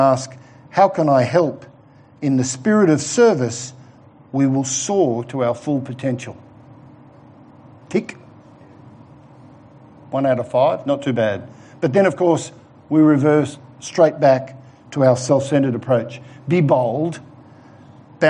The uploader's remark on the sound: given at The Rock Christian Church in the morning service on Sunday 18th October 2020